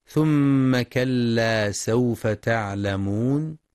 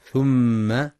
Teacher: وفي قوله سبحانه ثم كلا سوف تعلمون يخطئ بعضهم فيقرأ ثم بدون تشديد، والصواب إتمام الغنة في الميم المشددة · Shown in: first take · فهي أكمل ما تكون وصلا ووقفا.